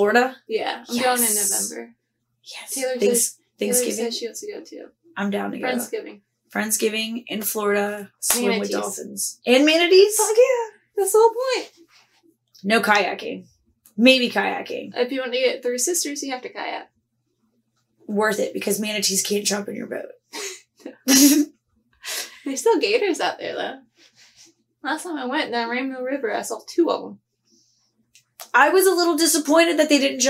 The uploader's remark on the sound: our low budget quality audio